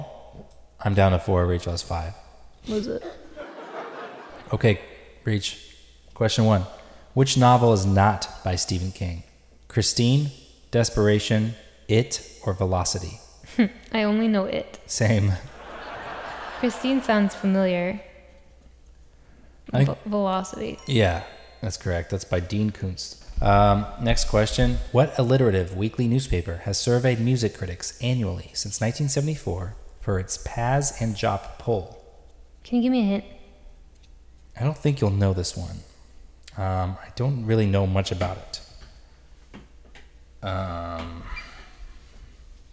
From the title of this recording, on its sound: Live at Largo